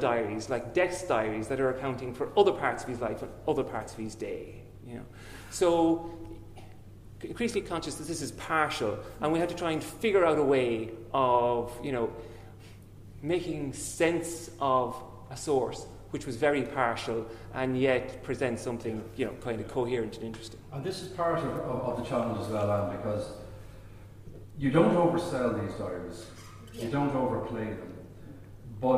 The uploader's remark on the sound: Dublin Festival of History. In the Royal Irish Academy. As this was recorded with a live audience there is some background noise and the sound quality is not perfect.